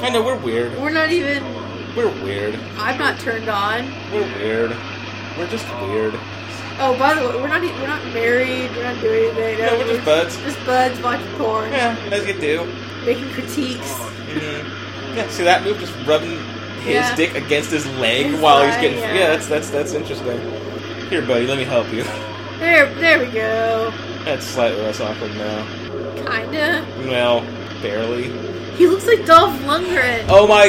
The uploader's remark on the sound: there are audio issues and obvious edits